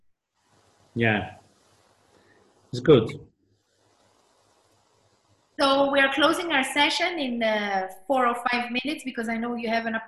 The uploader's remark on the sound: This is a recording taken from my last webinar.